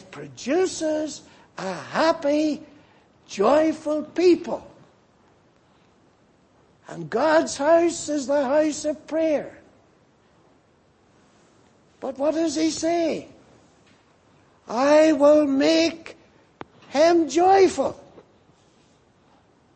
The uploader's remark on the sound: Preached in Grafton. At the Lord’s Day Morning service on 25th February, 2024.